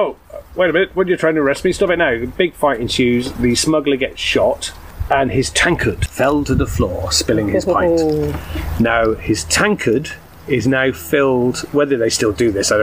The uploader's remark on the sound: Back garden on the hottest day of the year. Which does mean we have a few added sound effects like dogs barking, ship's fog.